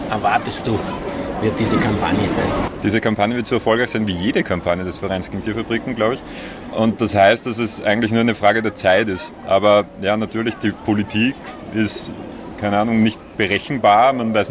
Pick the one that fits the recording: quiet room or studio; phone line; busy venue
busy venue